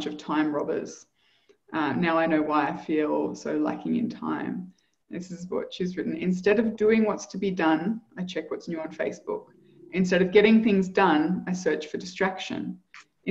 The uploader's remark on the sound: Live Community Call.